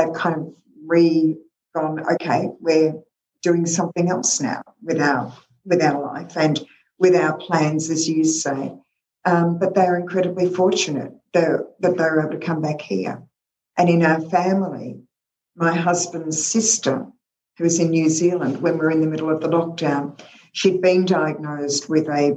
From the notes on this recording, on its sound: This call was recorded on Zoom.